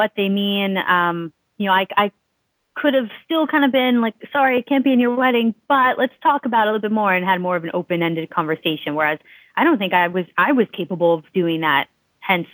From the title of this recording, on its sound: Call In Show